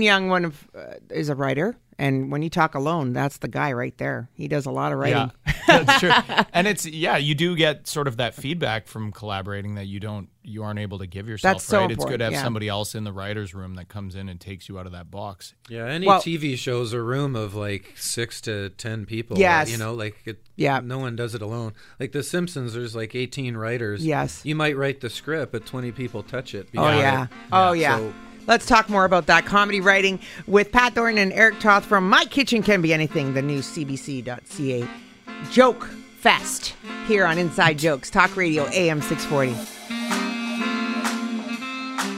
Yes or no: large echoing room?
no